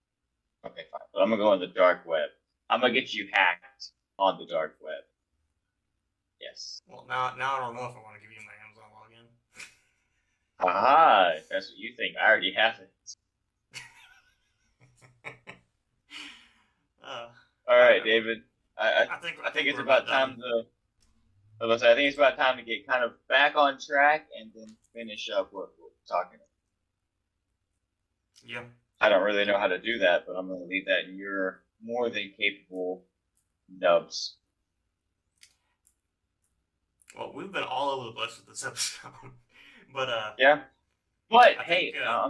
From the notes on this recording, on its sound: We apologize for the subpar audio quality and want to assure you that we're working hard to improve our recording setup for future episodes.